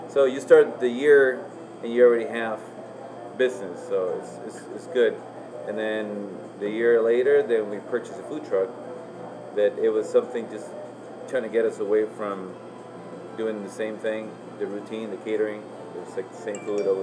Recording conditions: background noise